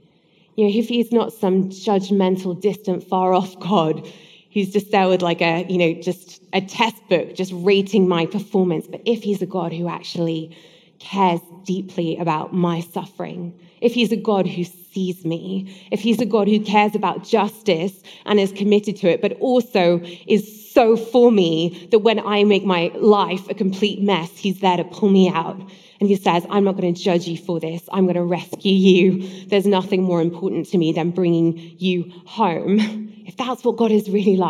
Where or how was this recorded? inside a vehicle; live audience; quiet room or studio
live audience